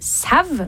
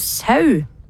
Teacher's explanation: ofte med veldig trykk på V-en · Shown in: first take